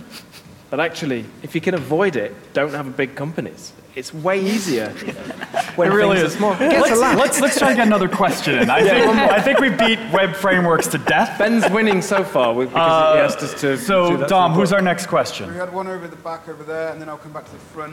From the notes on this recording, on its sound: LIVE from Gophercon UK. LIVE from LondonGophers as part of GopherCon UK!